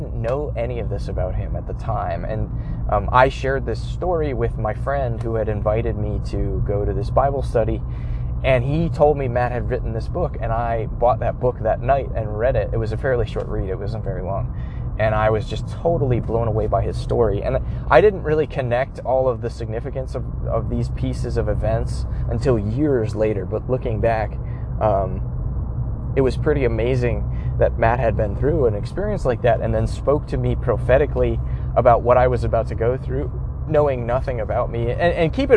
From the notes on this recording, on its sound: I recorded the audio in my car so the quality won't be as good as usual.